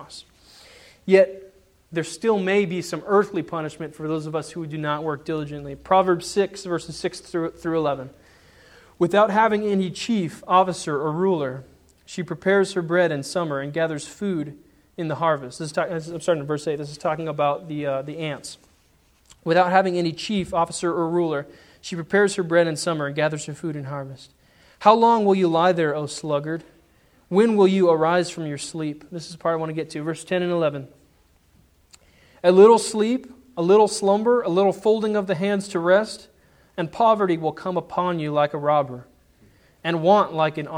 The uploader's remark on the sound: Sermon preached on Sunday, March 21, 2010 at the Church of the Good Shepherd in Glendora.